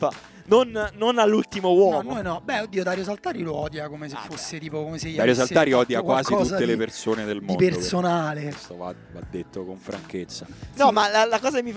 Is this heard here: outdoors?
yes